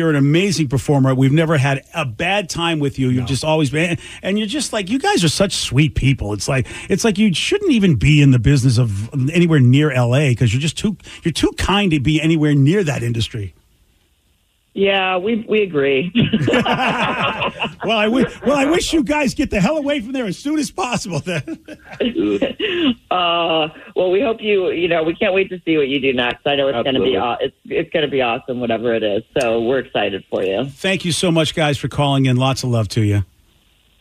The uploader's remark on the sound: call in to share funny memories